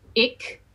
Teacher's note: But in Dutch, when you see a K, it's definitely a K. So ik, and the I is an I, it's quite closed.